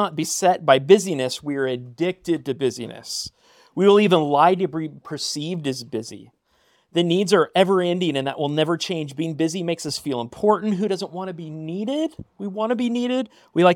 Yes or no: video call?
no